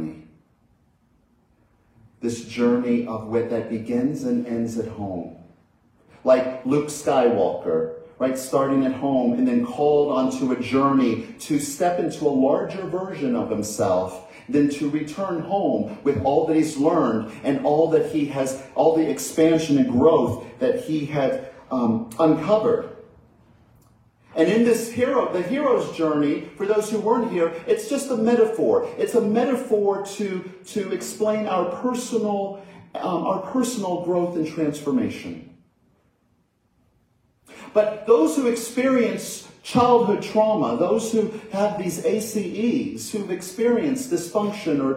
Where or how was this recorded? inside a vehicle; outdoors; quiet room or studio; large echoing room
large echoing room